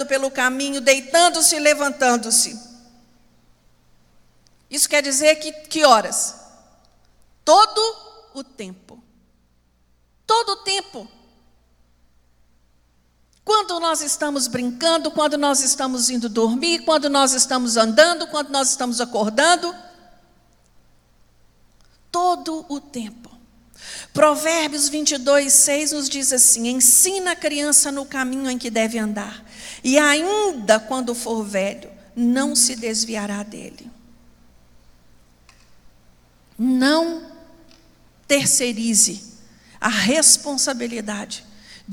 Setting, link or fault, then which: setting, large echoing room